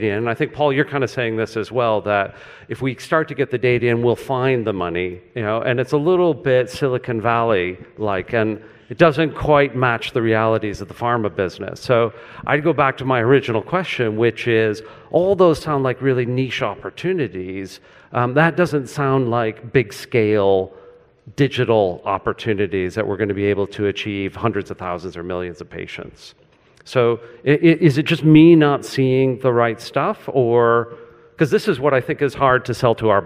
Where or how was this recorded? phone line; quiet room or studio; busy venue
busy venue